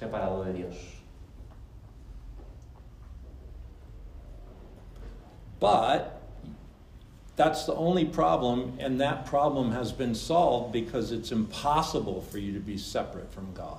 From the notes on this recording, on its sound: VALENCIA LRT. Spoken to a Spanish audience.